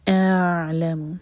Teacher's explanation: ا پہلے پورا ایک حرکہ کھینچ لیں، اس کے بعد عین ٹچ کیا جائے گا